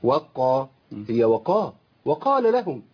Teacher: عارف ليه؟ لانه عايز يخلص الواو من القاف، فيفصل الواو وبعد كده يريح شويه على القاف · Term: تشديد القاف